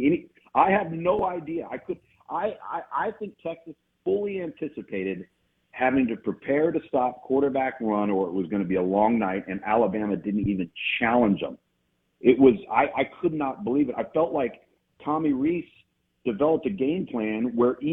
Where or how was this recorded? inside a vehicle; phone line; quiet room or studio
phone line